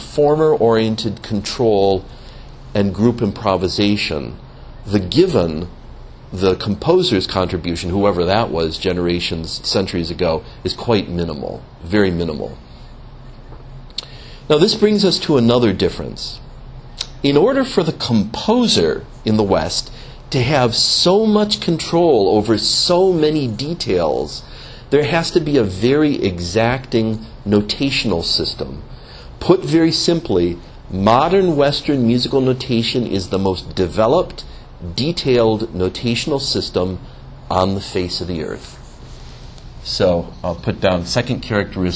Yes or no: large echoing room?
yes